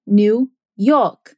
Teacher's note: americanos lá da, de New England ou de New York às vezes eles só não usam o R mesmo. E New York acaba soando como New York.